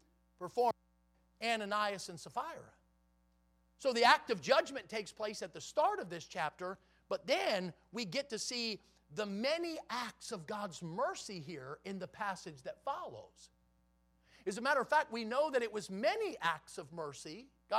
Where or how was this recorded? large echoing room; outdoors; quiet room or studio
large echoing room